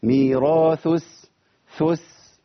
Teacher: همزه وصل تسقط، عندنا لام مدغمه، يعني انا بنتقل من الثاء للسين، والثاء لما تلتقي بالسين بيبقى عندي مشكله كبيره جدا. حرف بيخرج من طرف اللسان مع اطراف الثنايا العليا، وحرف بيخرج من اطراف اللسان مع صفحة الثنايا السفلى، فلساني لازم يبقى فوق وبعدين ينزل تحت وبشكل سريع